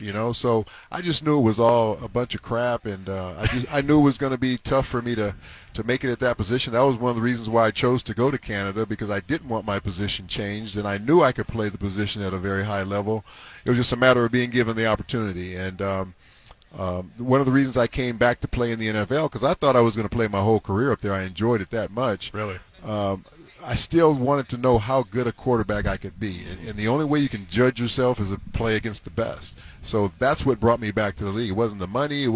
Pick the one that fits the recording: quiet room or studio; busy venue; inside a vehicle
busy venue